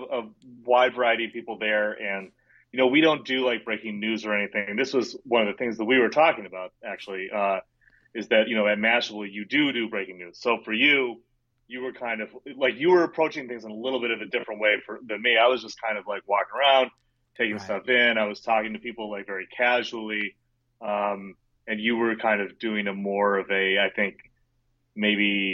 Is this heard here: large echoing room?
no